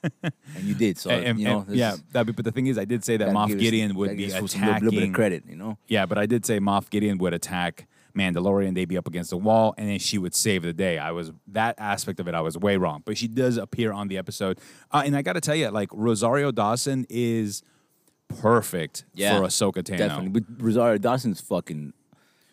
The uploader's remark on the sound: Recording Outside. Outside with all the noise that comes with it.